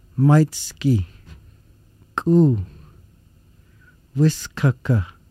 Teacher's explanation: the regular Q sound, is made in as far back of the mouth as the tongue can go, but stopping the air, then releasing. There is no English sound similar to this.